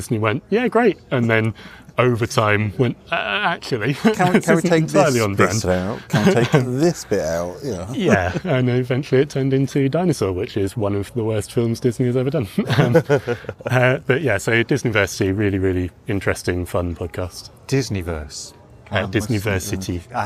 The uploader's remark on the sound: as we record during Birmingham Anime Film Festival at the Mockingbird Cinema, Birmingham!